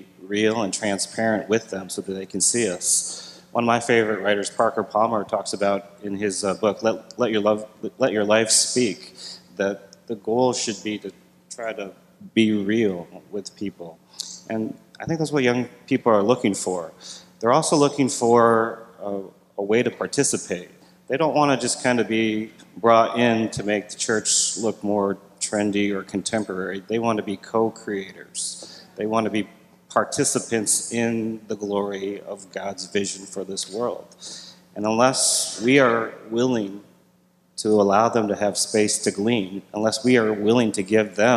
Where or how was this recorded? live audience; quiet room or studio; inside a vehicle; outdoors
live audience